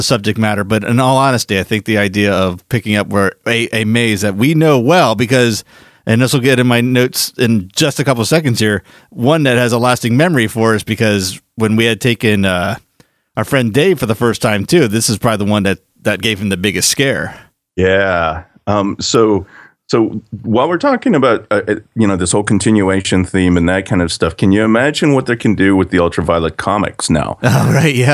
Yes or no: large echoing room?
no